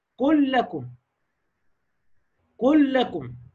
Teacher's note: اللام الأولى الساكنة أضغمت في الثانية